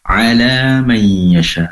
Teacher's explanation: ala ain, yaitu tenggorokan bagian tengah